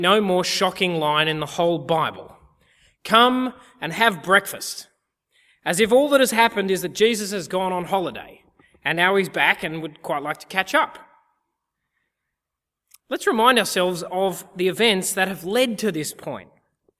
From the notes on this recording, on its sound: Easter Sunday 2014 - Audio. At the CIG Easter Sunday service in 2014.